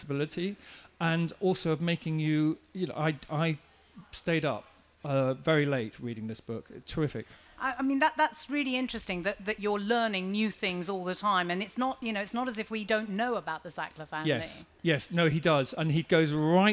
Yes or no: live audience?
yes